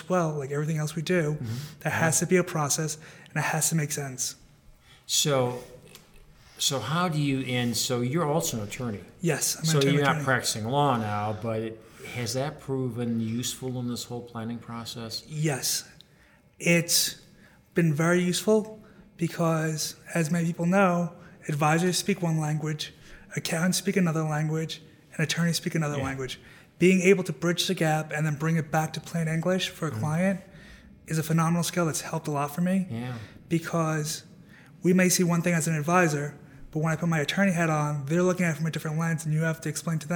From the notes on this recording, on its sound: at the 2019 BEI National Conference